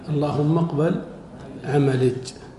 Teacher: ومن هذا الإبدال الوارد في بعض اللغيات إبدال الياء جيما · Term: لغة العجعجة